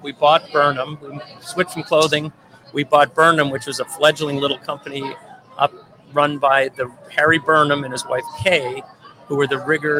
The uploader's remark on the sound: the site of our interview near Eliot Bridge on the Charles River in Boston